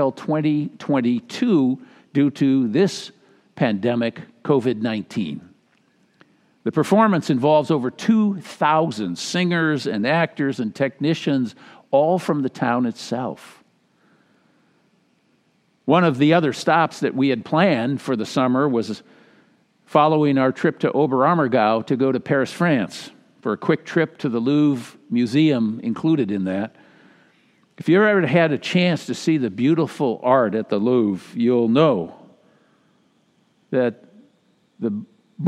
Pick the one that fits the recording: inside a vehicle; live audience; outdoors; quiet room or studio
live audience